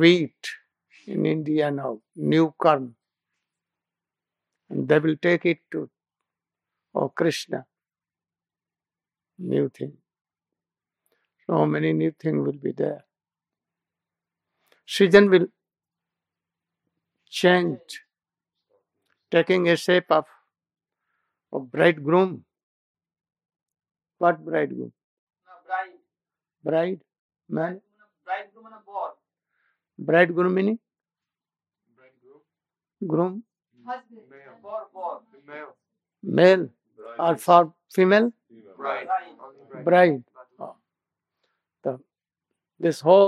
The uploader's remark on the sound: Murwillumbah. Lecture starts abruptly.